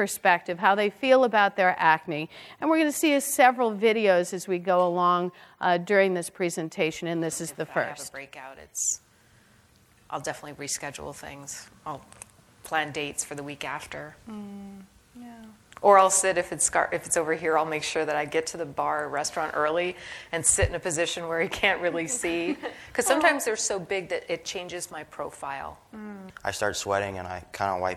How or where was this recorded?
live audience